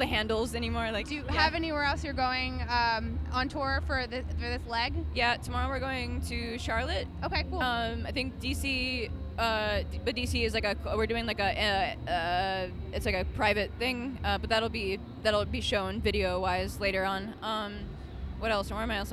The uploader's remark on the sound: Babecast is LIVE from The Big Ticket! Sat down backstage with the super talented singer-songwriter.